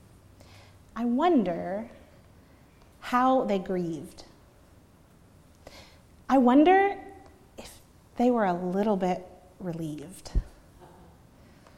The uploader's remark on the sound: preached at Northminster Church on March 31, 2019